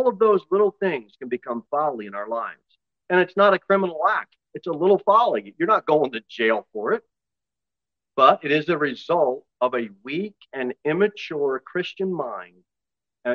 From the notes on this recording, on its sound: Sermon delivered at Pilgrim Baptist Church on Sunday, February 19, 2023, at 6:15 pm. Jere Whitson Rd.